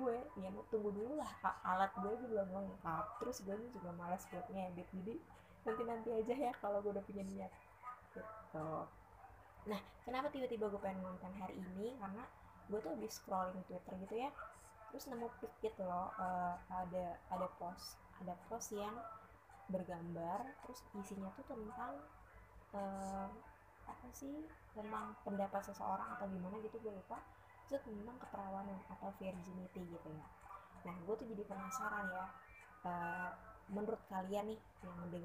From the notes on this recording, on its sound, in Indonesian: Audionya kecil ya, use headphone for better experience (volume up).